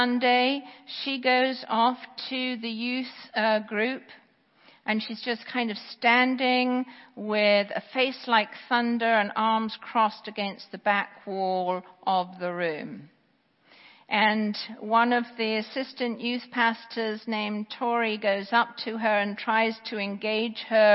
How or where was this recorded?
large echoing room